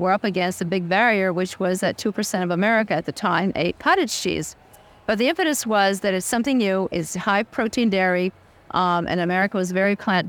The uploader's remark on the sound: Brand Buzz at Expo East 2023. From INFRA’s time at Expo East.